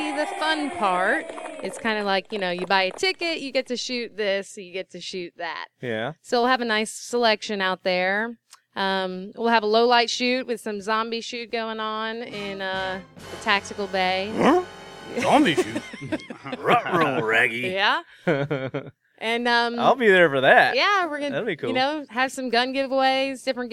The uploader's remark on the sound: we are on location at the Royal Range in Nashville Tennessee